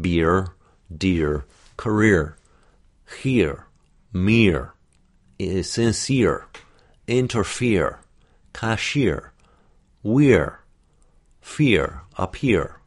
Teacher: that ur is so strong, it really infects the vowel that precedes it. So it really isn't e-ur, it's ir. · Term: coloring of the preceding vowel